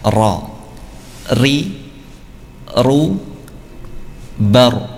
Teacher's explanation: Huruf ra, ya, ada getaran pada lisan, ya. Dengan minimal 2 getaran.